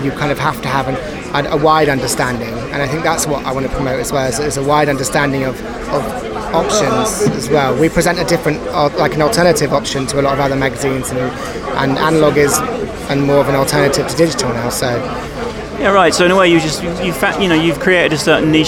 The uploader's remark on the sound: This years field report from the annual Photo London festival, featuring a personal, chaotic and non-comprehensive selection of chats, discussions, soundbites and random witterings.